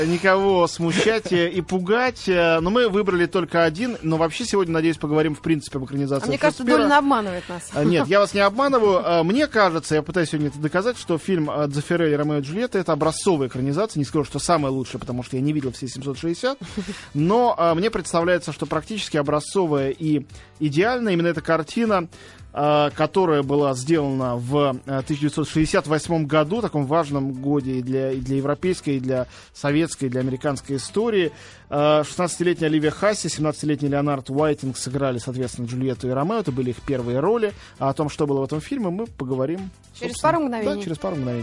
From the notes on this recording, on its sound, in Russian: По телефону.